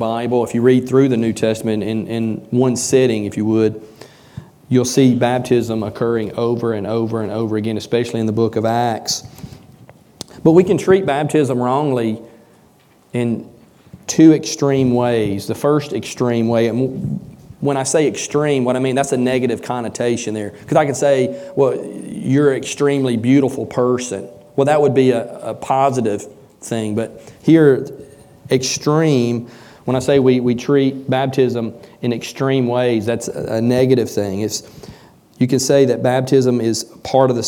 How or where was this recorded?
large echoing room